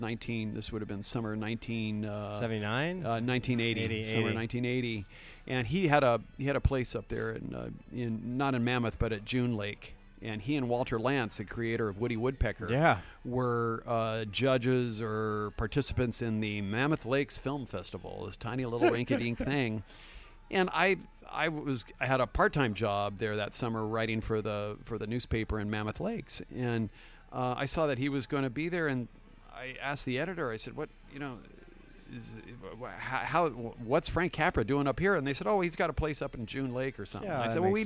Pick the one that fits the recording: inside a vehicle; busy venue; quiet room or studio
busy venue